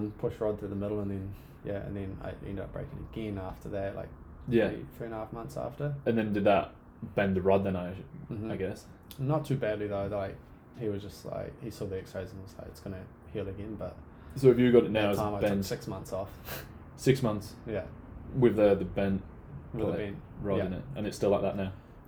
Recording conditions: phone or laptop microphone